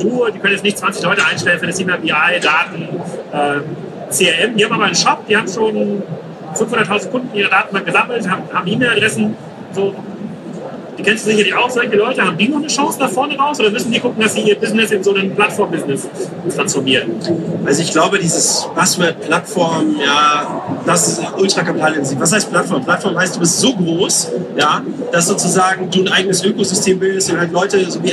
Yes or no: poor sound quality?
yes